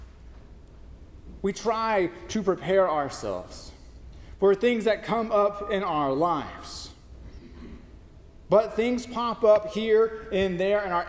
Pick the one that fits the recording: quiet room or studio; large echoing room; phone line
large echoing room